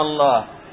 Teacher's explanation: تتحول همزة الوصل إلى ألف فينطقونها ألف واحدة ممدودة يقولون الله، وهكذا الذكرين، وهكذا الآن يمدونها، وهذا في الغالب.